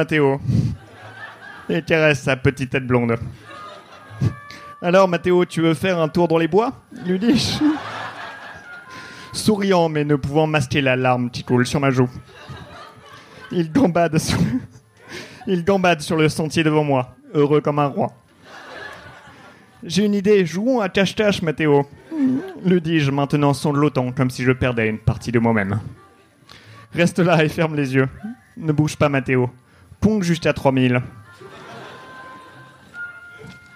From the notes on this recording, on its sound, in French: Les épisodes sont désormais enregistrés en public, tous les jeudis au One More Joke.